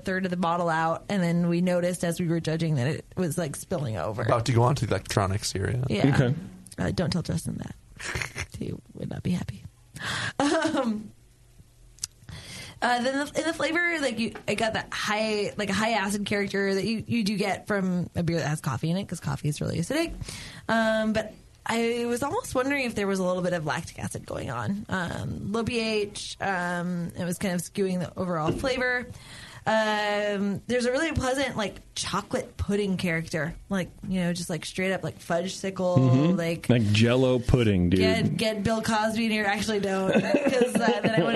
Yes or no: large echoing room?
no